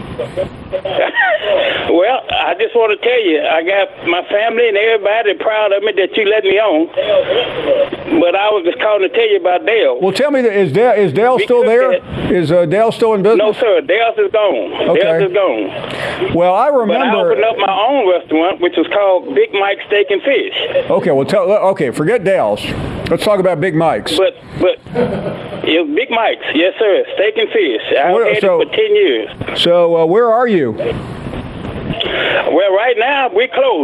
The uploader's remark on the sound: Callers Continued